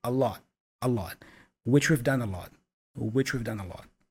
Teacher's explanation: The A there, the article, is also a schwa sound, and the T for lot is not pronounced fully. It's a stop consonant again, a lot, which we've done a lot, which we've done a lot.